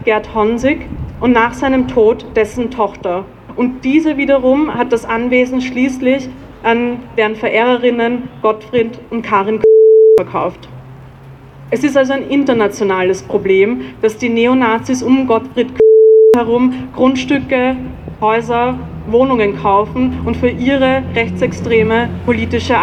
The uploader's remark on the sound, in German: O-Ton] „Nazis raus aus dem Zweiten!“-Demo am 15. 10. 2023 in Wien